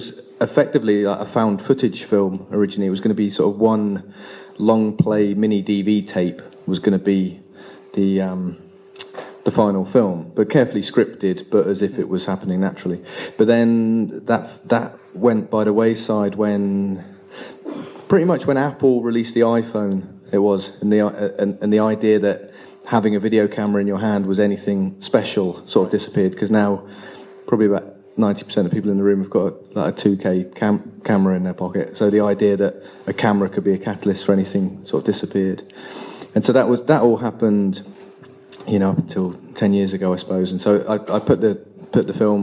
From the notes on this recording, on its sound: Live from ‘Dirt in the Gate’s’ screening at The Shelley Theatre in Bournemouth.